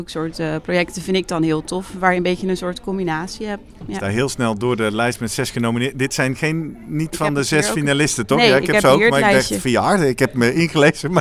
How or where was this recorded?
busy venue